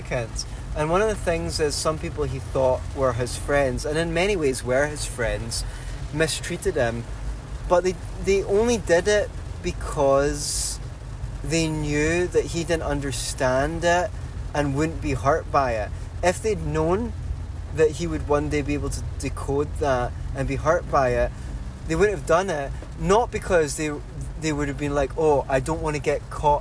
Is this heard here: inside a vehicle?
yes